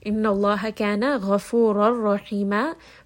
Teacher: the name of Allah here is going to be heavy because the letter before has fatha.